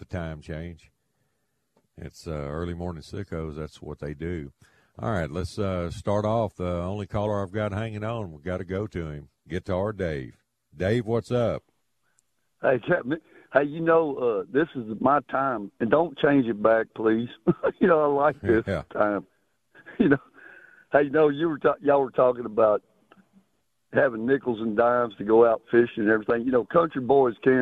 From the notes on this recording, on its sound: opens the phone lines